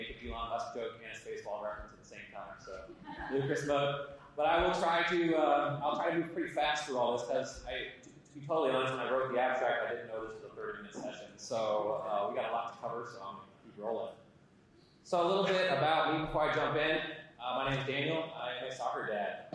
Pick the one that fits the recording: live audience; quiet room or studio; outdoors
live audience